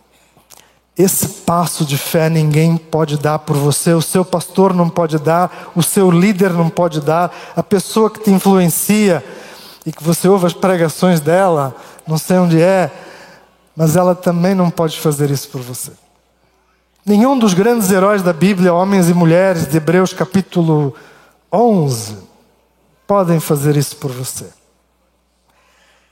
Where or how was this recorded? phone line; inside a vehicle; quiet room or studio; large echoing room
large echoing room